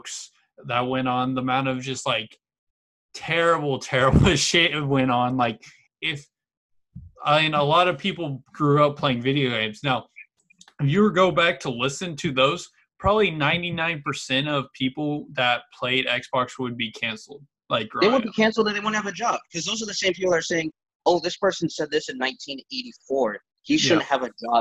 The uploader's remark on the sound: sit down on Zoom and have a chat